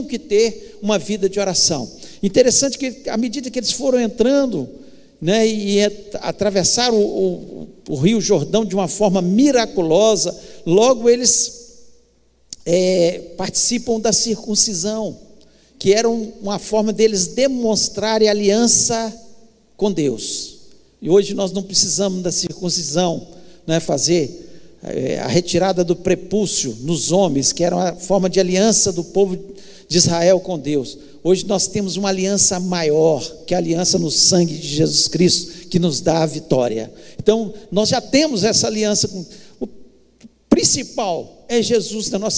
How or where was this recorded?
large echoing room